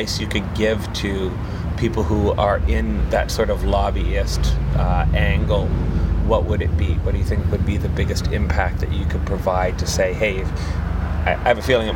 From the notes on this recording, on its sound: on the patio outside the Cider House